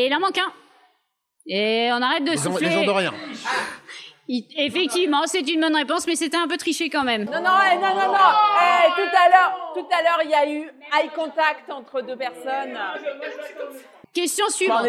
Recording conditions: busy venue